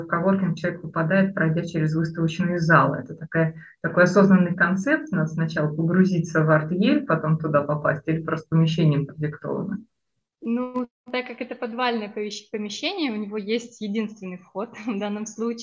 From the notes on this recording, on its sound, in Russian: в этом выпуске у нас случилась беда со звуком, и он, к сожалению, получился не лучшего качества